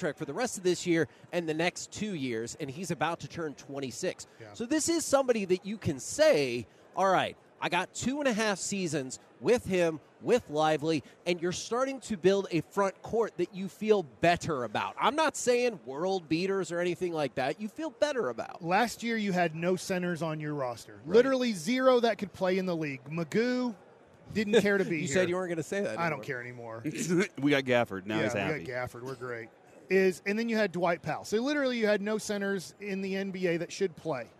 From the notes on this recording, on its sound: LIVE from Radio Row in Las Vegas!